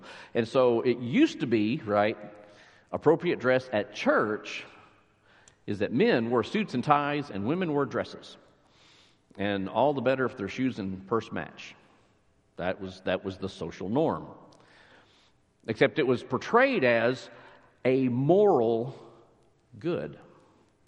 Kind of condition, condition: setting, large echoing room